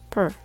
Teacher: This part is unstressed, so it's quick and soft.